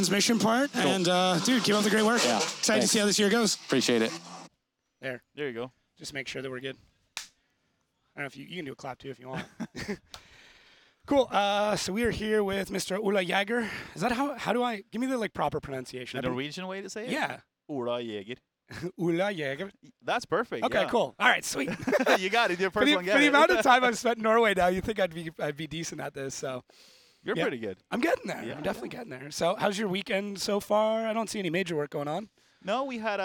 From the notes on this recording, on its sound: Chats live with drivers live at Formula Drift Seattle. Audio Engineering by J-One Audio Services.